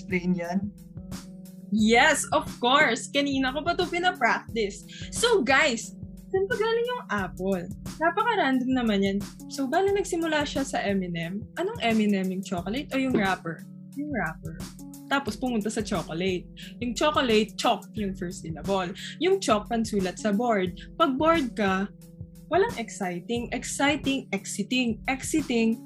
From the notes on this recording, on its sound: We're a group of seven friends who wanted to try something new and create a space to share our thoughts and opinions, all under one podcast, through a messy Zoom call, after (school) hours.